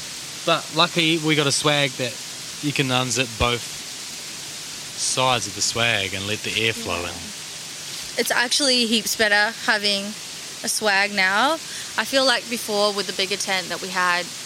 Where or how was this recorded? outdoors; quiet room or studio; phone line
outdoors